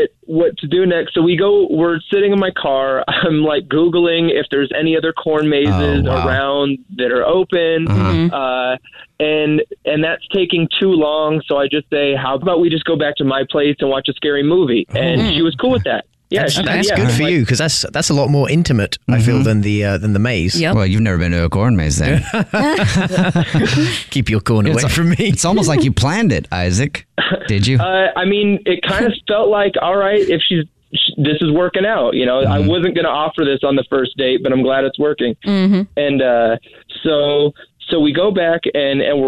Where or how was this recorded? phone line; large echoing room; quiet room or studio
phone line